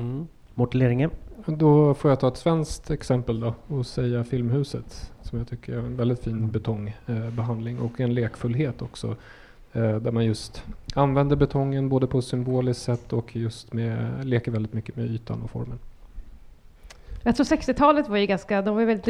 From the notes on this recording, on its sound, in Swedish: BETONGMAFFIAN LIVE FRÅN ALMEDALEN